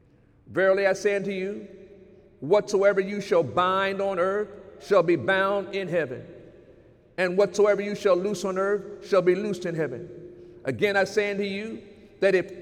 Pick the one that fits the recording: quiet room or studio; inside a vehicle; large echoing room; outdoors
large echoing room